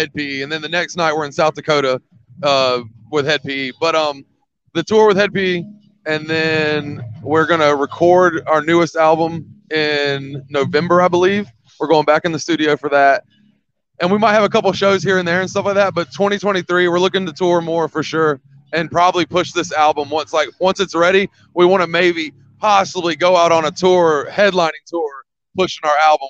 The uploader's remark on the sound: Michigan Metal Fest was the season 4 opener for Super Cool Radio! This interview was filmed live on location at Michigan Metal Fest in Battle Creek, Michigan on August 13th, 2022. Special thanks to Michigan Metal Fest for allowing us to film this episode and for being so accommodating while at the festival.